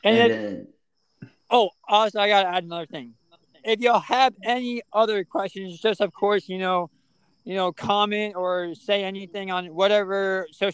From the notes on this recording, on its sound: he was recording outside